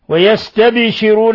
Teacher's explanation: ويستبشرون الباء ساكنة تقلقل لأنها من حروف قطب جد